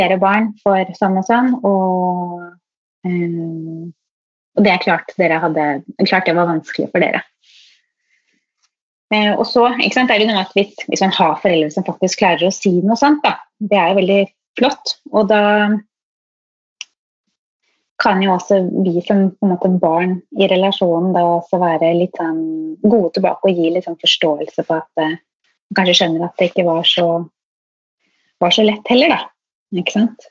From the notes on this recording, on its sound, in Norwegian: På grunn av smittesituasjonen er studio nå stengt, så denne episoden er spilt inn via nett. Det blir dessverre ikke studiolyd, men håper det er godt nok.